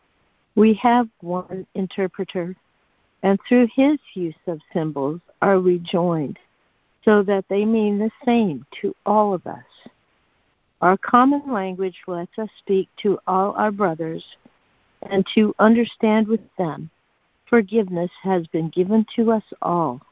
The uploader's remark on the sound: ACIM Daily Conference Call.